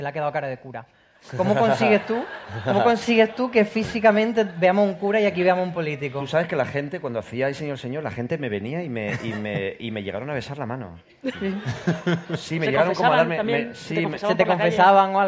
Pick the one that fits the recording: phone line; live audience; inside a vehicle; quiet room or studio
live audience